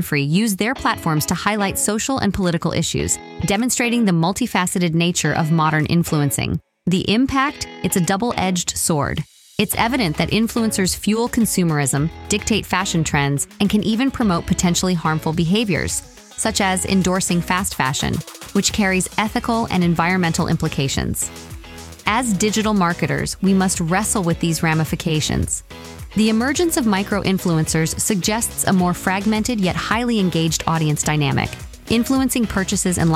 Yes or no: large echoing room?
no